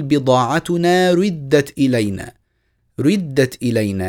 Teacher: يعني بإشمام ضمة الراء الكسر